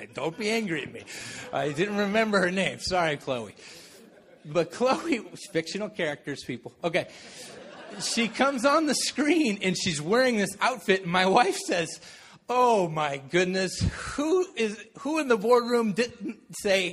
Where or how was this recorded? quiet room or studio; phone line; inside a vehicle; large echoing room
large echoing room